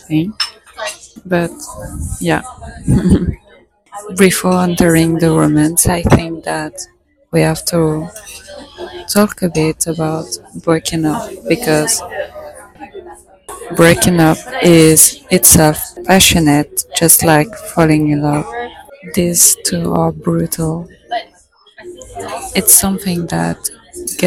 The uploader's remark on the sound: Today i was inspired by this cute coffee shop to talk about romantic relationships and it felt so good to record it outside. I let you enjoy all the noises buzzing around because life goes on.